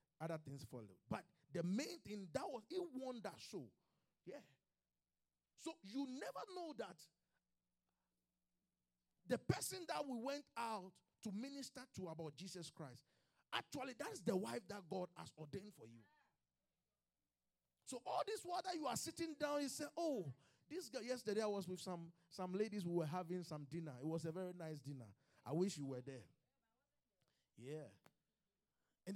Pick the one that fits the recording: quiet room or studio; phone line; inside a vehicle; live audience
live audience